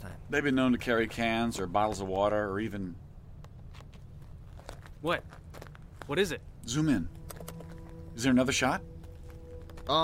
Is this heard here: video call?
no